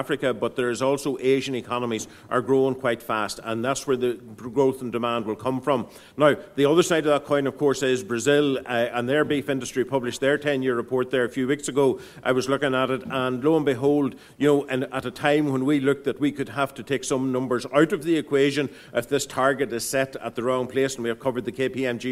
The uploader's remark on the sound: This week’s Beef Edge episode is a recording of the Beef Forum that concluded the open day in Teagasc Grange on the 5th July.